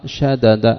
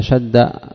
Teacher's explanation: مثال ذلك شد، فإنهم قالوا أصلها شدد، شد أصلها شدد، فحصل فيها تغيير لغرض يرجع إلى اللفظ، حيث أدغمت الدال الأولى في الثانية فصارت شد · Shown in: second take · Term: الإدغام